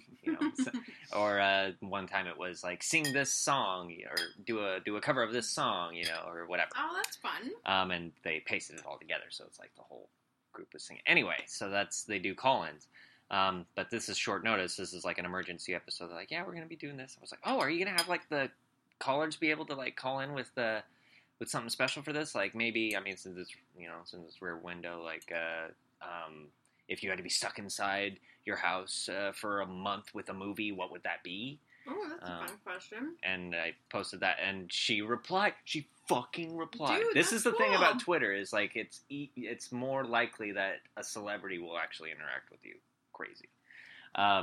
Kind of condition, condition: fault, poor sound quality